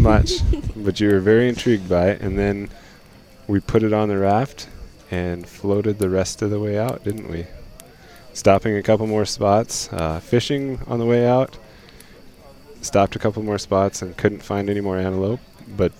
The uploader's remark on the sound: live from the 2022 BHA Rendezvous